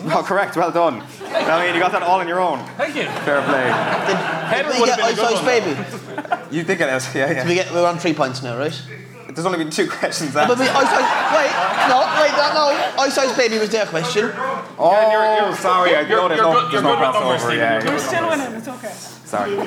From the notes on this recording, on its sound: The Crappy Quiz in Galway. Live at the Roisin Dubh.